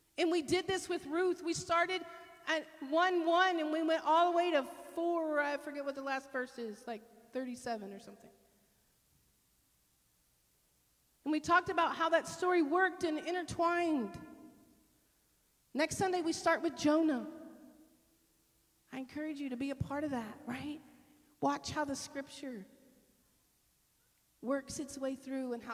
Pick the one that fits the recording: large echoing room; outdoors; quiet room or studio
large echoing room